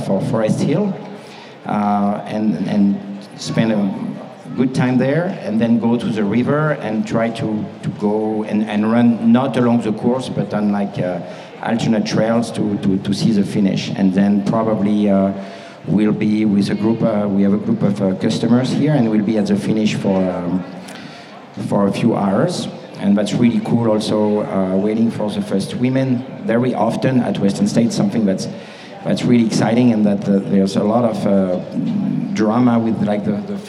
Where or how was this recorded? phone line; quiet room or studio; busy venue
busy venue